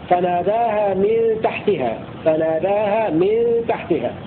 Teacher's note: بكسر الميم في من وجر لفظ تحتها